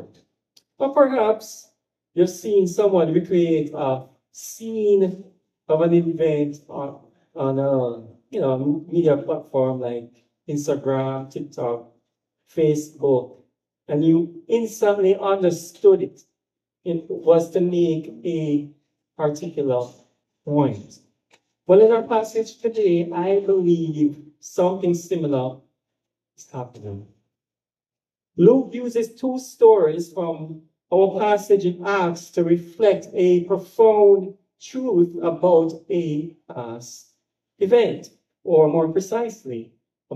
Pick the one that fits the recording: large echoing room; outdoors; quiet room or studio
large echoing room